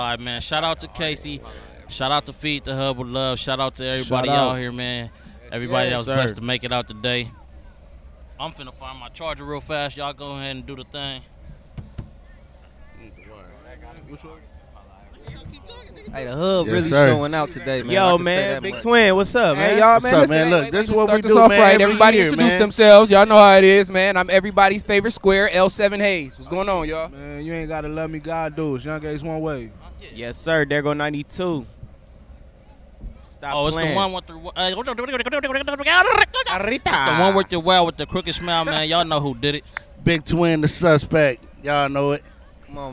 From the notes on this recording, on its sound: Live from the Home Depot parking lot in Compton. Feed The Hub With Love toy drive.